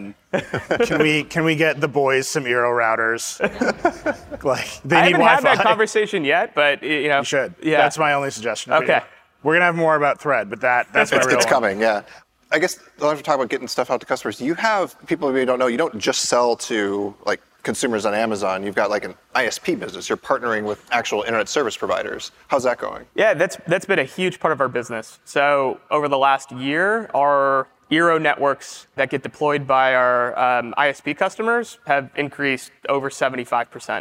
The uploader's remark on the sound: Live at On The Verge in New York City. Live at On The Verge in New York City.